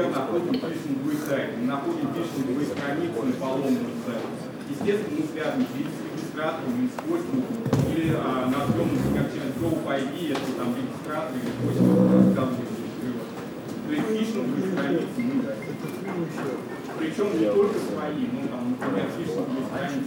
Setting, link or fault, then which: setting, live audience